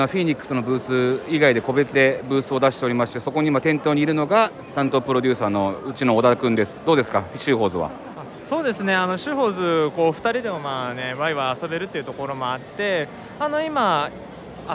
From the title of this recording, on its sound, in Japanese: BitSummitの現場から